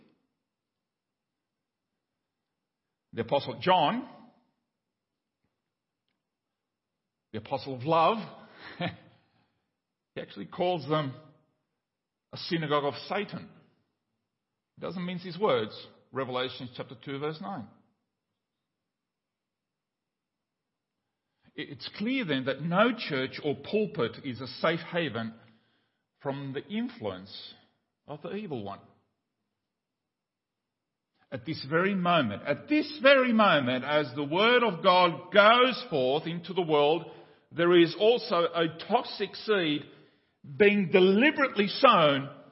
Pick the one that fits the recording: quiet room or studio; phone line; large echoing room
large echoing room